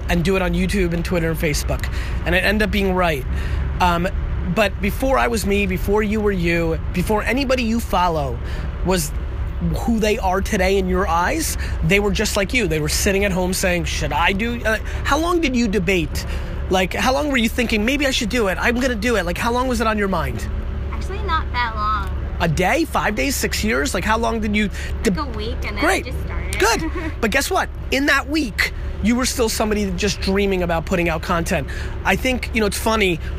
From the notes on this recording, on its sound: In this interview we hit the streets !! No really, we did this one outside. For this quick interview while in Hamburg.